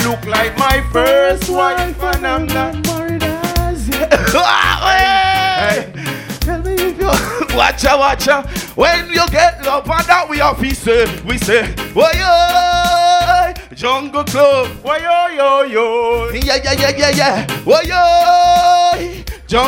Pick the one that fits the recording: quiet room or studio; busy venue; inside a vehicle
busy venue